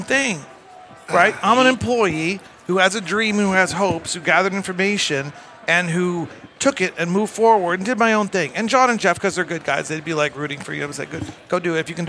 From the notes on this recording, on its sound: Recorded at MJBizCon 2023